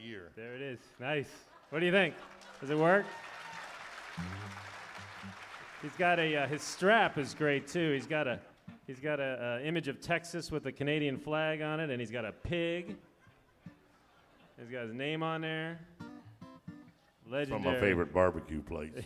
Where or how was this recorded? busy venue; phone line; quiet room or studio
busy venue